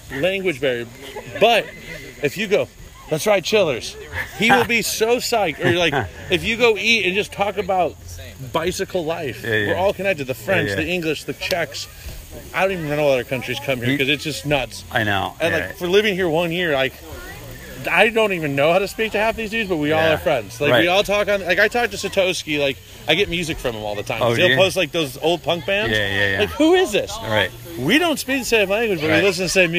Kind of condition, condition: setting, busy venue